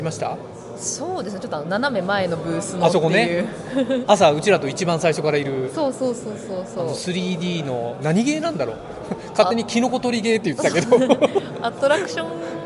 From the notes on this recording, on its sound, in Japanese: 海外ゲームショー遠征スロバキア編。GameDays初日。会場のライブ収録のため、雑音が多く音声が聞こえにくい箇所が多々あります。